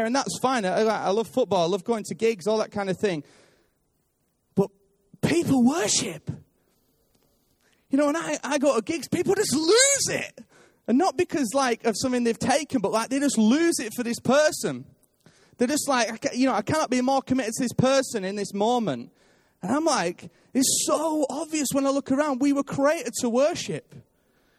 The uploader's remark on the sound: Recorded live at Life Church Lancashire on 3rd March 2019